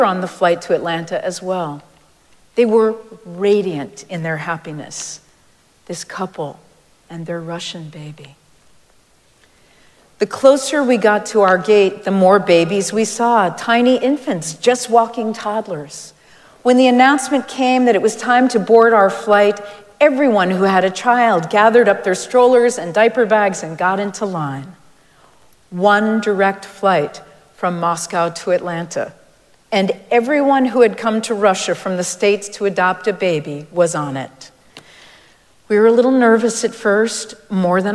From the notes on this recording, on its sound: Recorded live at Arlington Street Church, Sunday, May 21, 2023.